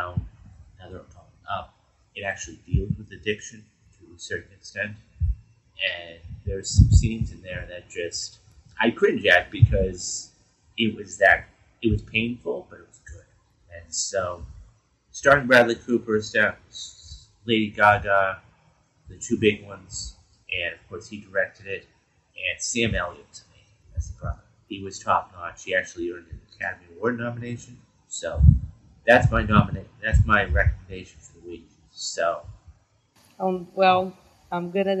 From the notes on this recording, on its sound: Audio is a little choppy sorry.